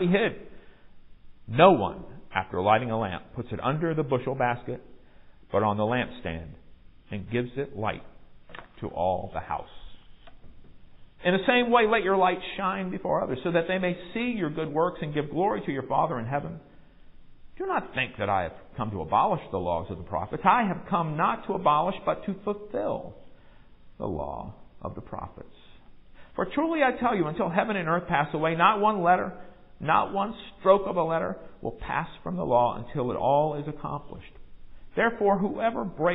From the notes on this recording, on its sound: Recorded live in the sanctuary of MPPC.